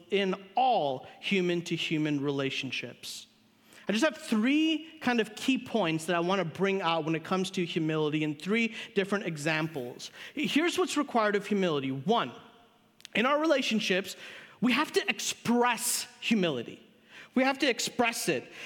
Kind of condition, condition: setting, large echoing room